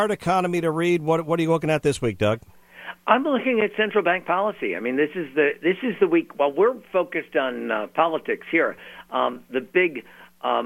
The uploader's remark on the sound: Was in the Sig Sauer Studios fresh from the Iowa Caucus. Called in the first hour of the show. Called in LIVE from Detroit.